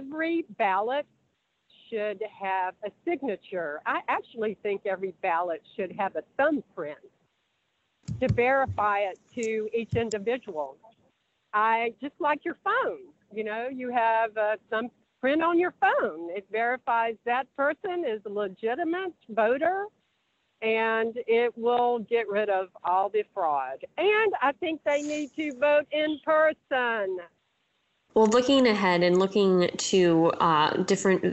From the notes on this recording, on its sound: Traveled on a bus up from Florida to join the event. Live from the bus.